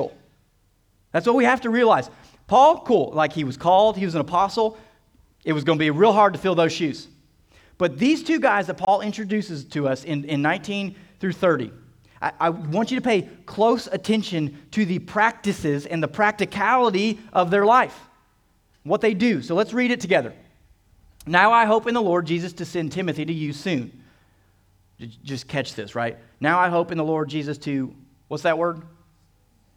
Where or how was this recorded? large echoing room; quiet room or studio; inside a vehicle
large echoing room